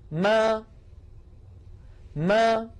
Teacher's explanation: جربوا هكذا أنتم، أولا يلصق شفتيه من غير صوت ثم يقول ما ما، إذن بداية الميم المتحركة شفتان ملتصقتان ثم تبتعدان